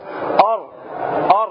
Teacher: ظهر طرف اللسان يدخل إلى جهة اللام، جهة الفم الداخل · Term: صفة الانحراف